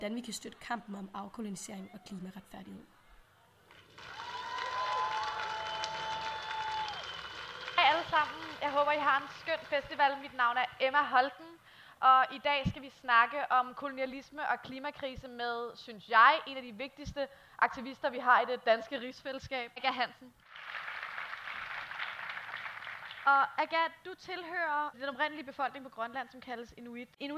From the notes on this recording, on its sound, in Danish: Podcasten er en liveoptagelse af en samtale. Samtalen blev til på dette års Roskilde Festival i sommers.